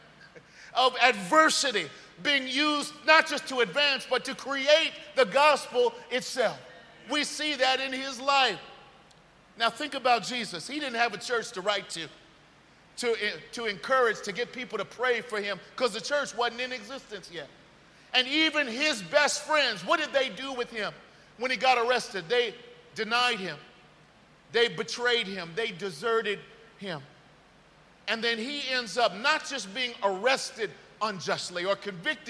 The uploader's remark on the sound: This message was delivered on January 1st 2023 at New City Fellowship West End in St. Louis, MO.